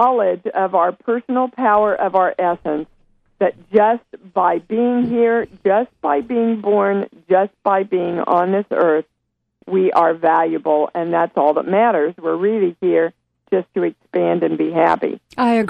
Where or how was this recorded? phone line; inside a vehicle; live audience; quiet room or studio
phone line